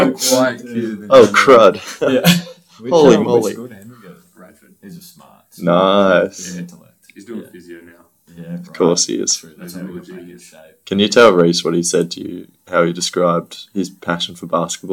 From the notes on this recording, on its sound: Yep the sound issues are back.